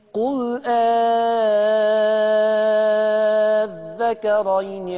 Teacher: هيقرأ بوجه واحد. المد 6 حركات المد اللازم.